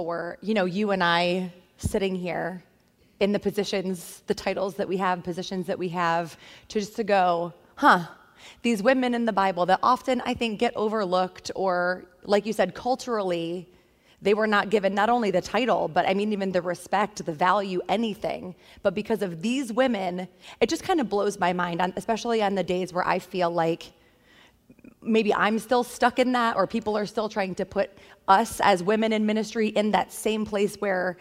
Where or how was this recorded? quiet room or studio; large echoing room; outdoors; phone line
large echoing room